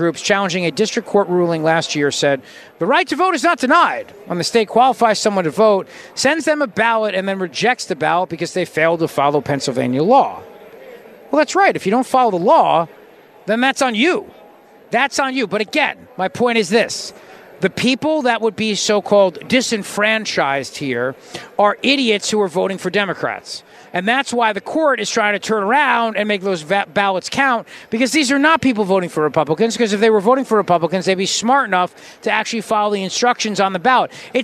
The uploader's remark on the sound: LIVE from CPAC in Washington D